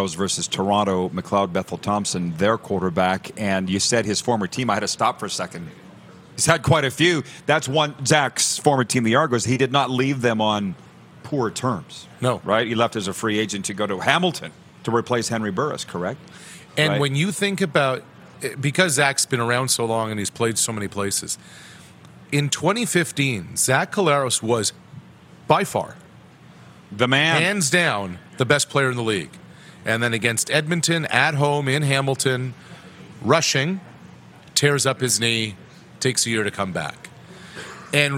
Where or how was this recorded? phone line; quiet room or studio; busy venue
busy venue